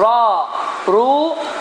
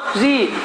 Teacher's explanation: Və buna əsasən ra hərfi incə hərflərin içinə daxildir. Əgər damma və fəthə olarsa bu zaman qalın oxunur. · Shown in: first take · Ra Ru, kəsi olduğu zaman ri.